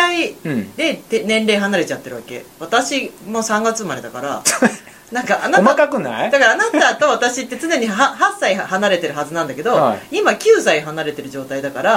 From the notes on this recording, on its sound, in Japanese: 録音時のミス、編集時のミス、公開時のミスと３つのミスが重なり、公開した音声をステレオで再生すると、BGMが大きくて、我々の声が全然聞こえない状態になってしまいました。どうしてもノイズが消せていませんし、雑音も残ってます。